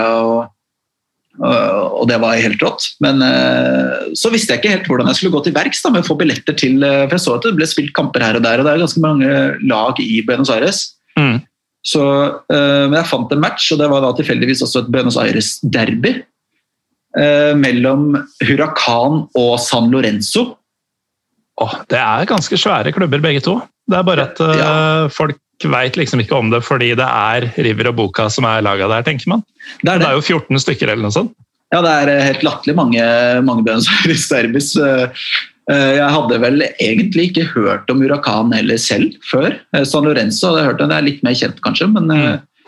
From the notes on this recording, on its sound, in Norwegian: tar seg en Zoom-prat